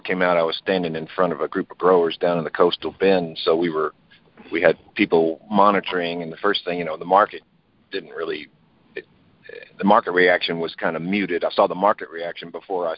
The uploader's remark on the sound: Dec 2018 Monthly Conference Call